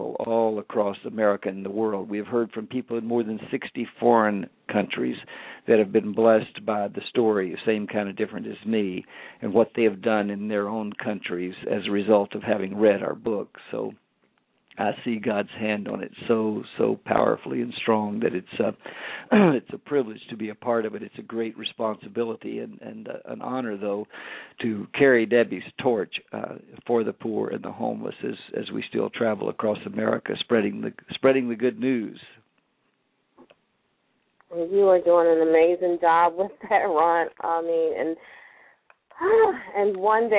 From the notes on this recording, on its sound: LML uses a progressive live call in format.